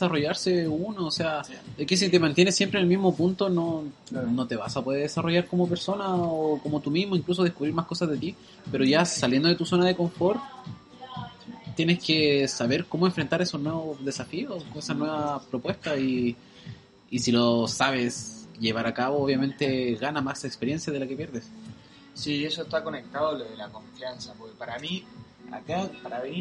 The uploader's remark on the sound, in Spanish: Este primer capítulo fue grabado en el lobby del Choice, un Backpacker en el centro de Auckland.